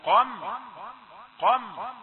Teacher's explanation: يبقى تحتاج أن تقول قاف مفخمة، تنطق قافا مفخمة ثم ميما مرققة.